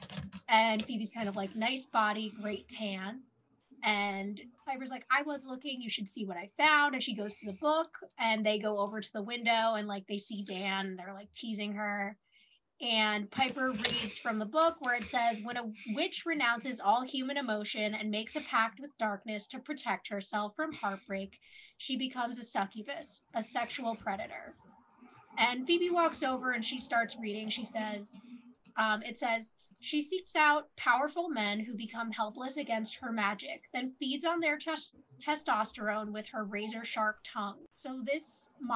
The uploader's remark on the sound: Also, we just got new microphones and the audio is a little wonky in this one.